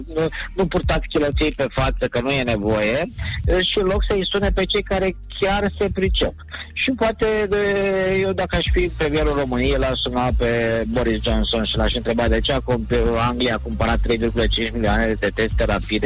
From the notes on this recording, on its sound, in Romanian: live prin telefon